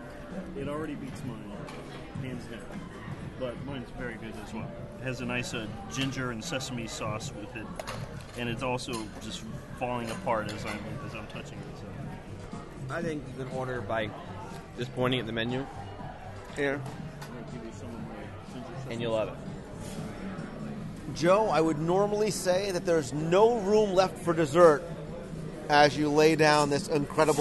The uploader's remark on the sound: We’ll do a live restaurant review of BlueZoo and let you share in our overall dining experience, as we also chat with our server, the General Manager, Sommelier, and Executive Chef.